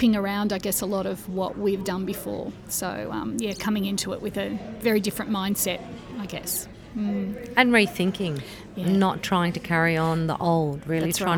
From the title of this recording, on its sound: Live From BootCamp